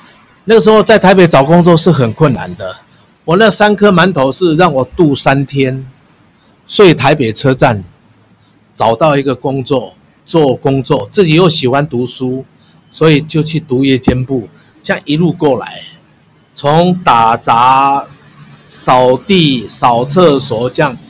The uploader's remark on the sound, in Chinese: 因為我們是採取游擊街訪、以帳篷作為臨時錄音室的形式，所以音質並不會像一般廣播節目那麼理想，也有許多身歷其境的環境音